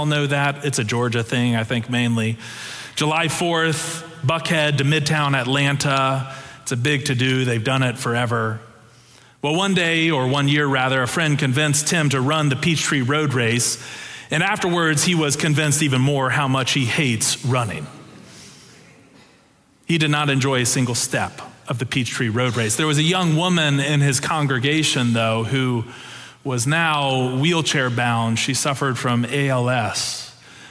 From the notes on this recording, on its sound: Preached on November 13, 2022 for our Sanctuary worship service